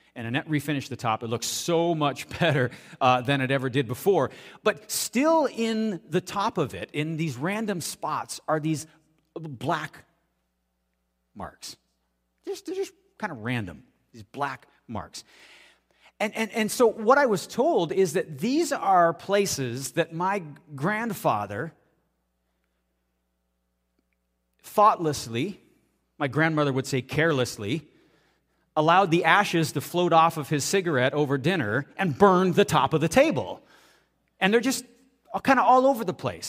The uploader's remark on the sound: audio taken from the March 26, 2023 Sunday sermon at FBC Charlottetown PEI Canada